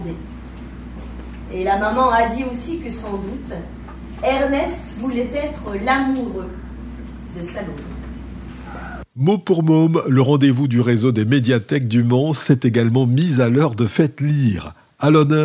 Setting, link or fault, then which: setting, busy venue